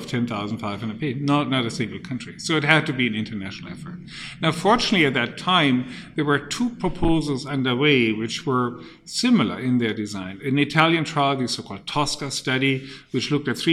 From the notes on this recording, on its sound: Interview was recorded at the 2017 ASCO Conference in Chicago.